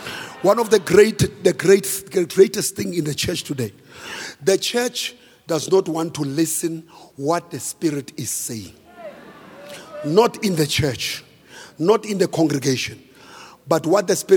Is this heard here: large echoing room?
yes